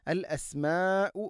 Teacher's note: മദ് മുത്തസിലാണ് അവിടെയുള്ളത്, നാലോ അഞ്ചോ ഹർക്കത്തിൻ്റെ ഖദറിൽ നിർബന്ധമായിട്ടും നീട്ടണം